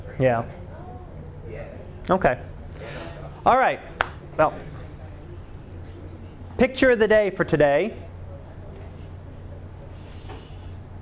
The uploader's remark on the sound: Live Class Lecture